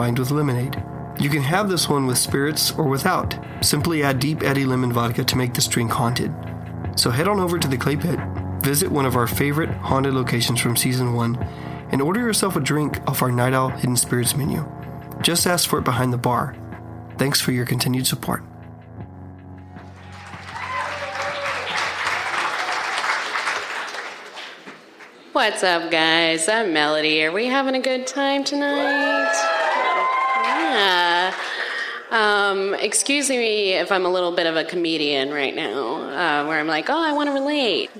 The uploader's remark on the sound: Live recording from a Night Owl Podcast event on October 11th, 2018. Live on stage.